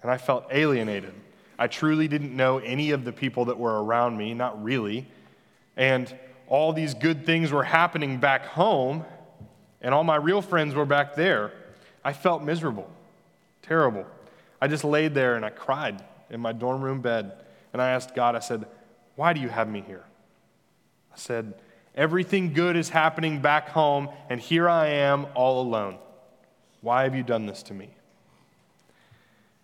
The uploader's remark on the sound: Senior Recognition Sunday at The Fellowship at Two Rivers. Recorded live on Sunday, May 23, 2021.